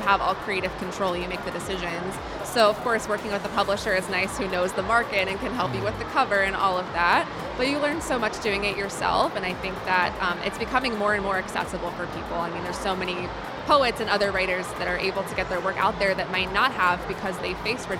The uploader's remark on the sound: Live at SIBF 2023